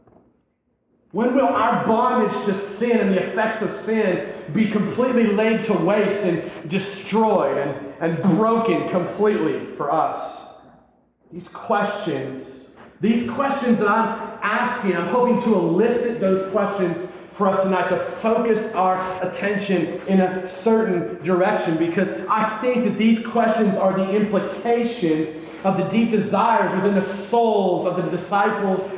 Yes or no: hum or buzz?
no